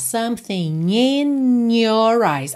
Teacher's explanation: mas ele preferiu something in, como se fosse um NH